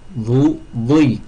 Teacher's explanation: Le côté de la langue contre les molaires du haut et du bas. · Term: ضاد